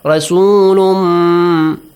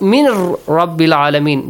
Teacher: But in one of them, idgham with ghunna, Rasulum. Extend the sound, two counts, and nasal sound. · Shown in: first take